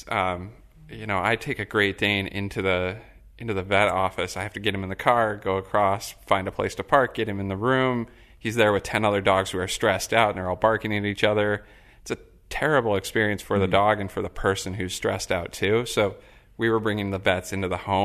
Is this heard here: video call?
no